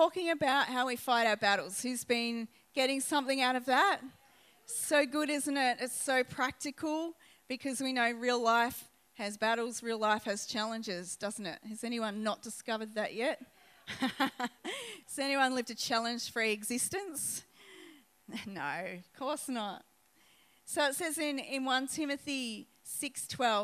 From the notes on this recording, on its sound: This message was recorded on 24/11/2019 at the 9am gathering at River Edge Church.